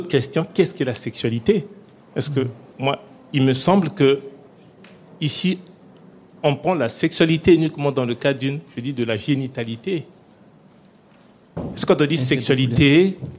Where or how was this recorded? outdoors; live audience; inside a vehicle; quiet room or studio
live audience